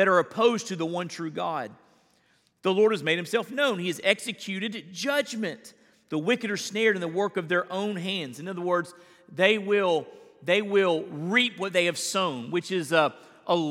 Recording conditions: large echoing room